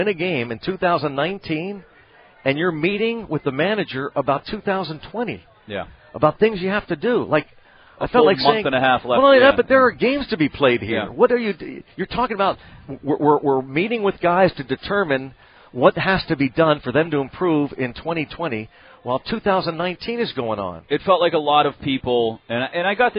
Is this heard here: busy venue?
yes